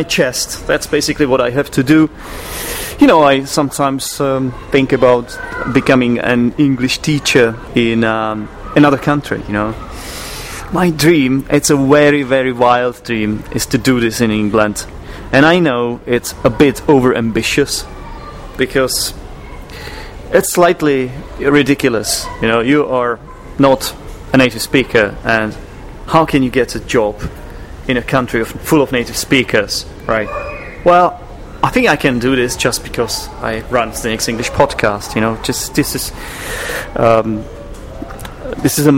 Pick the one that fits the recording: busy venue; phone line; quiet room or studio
busy venue